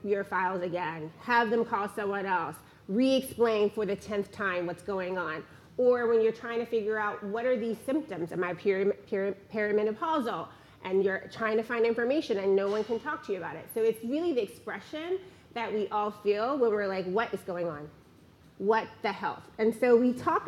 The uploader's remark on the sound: In this LIVE podcast recording, the audience listens.